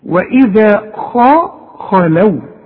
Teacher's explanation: طلع شفايفك لقدام حينما تنطق الخاء خاء، ورجع شفايفك لورا على هيئة ابتسامة علشان تطلع اللام مرققة